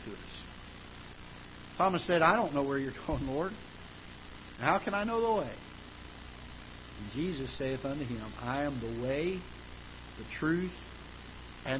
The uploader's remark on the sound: Ketha Heights Baptist Church ~ Live Broadcast.